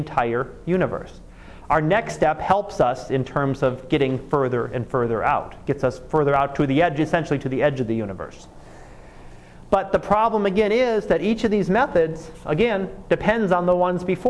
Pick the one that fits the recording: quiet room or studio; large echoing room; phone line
large echoing room